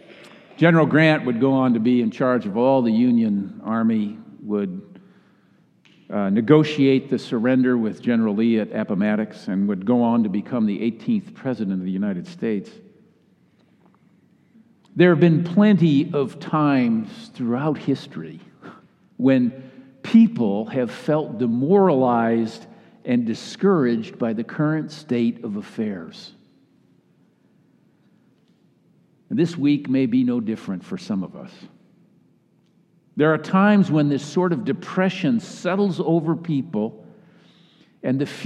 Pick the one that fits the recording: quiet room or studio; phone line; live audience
live audience